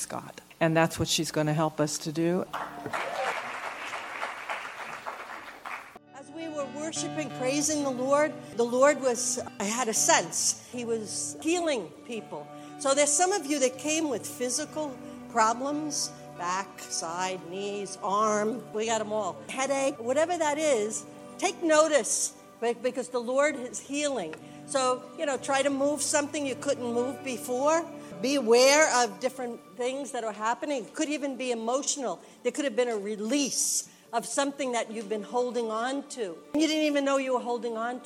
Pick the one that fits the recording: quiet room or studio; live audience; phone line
live audience